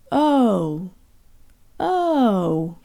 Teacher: In English, the letter O closes to an oo sound.